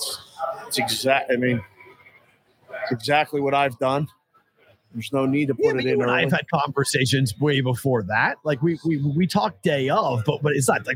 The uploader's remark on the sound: LIVE from Circa Sports in Downtown Las Vegas!